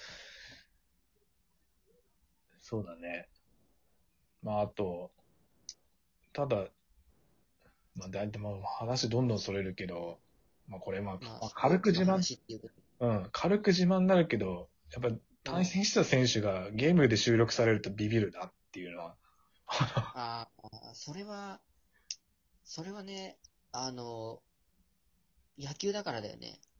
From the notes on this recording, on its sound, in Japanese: リモート収録